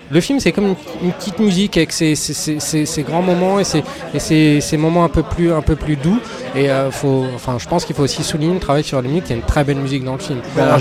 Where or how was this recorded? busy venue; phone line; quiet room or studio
busy venue